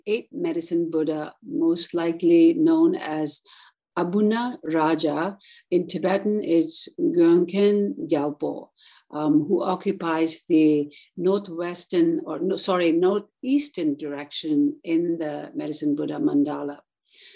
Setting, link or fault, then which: link, video call